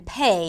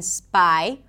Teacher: There are the aspirated P, as in pay, that exists in English as well, or a regular P, as in spy